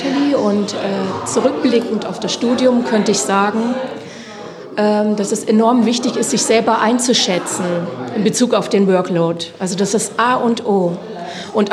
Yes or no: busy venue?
yes